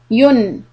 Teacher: when I say yun, you can feel that your tongue is touching the teeth. Yun. But when I tell you make a circle around the jazm, then you will not touch the teeth.